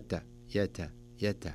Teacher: التاء فيه جريان نفس، يجري فيه النفس